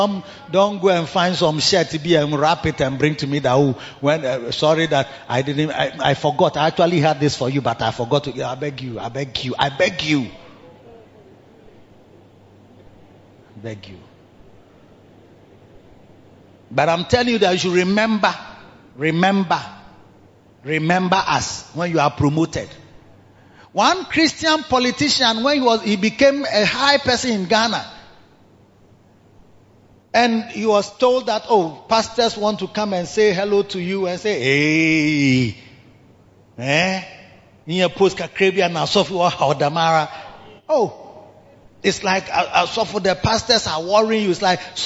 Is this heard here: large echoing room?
yes